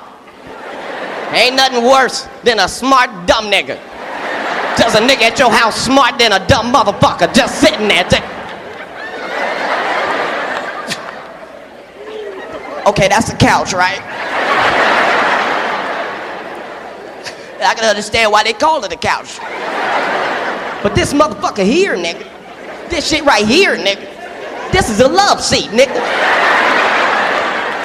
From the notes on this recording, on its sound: Recorded live at the historic Constitution Hall in Washington, D.C.